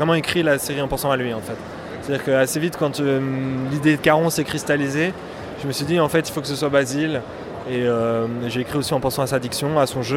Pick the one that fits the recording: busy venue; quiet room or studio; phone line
busy venue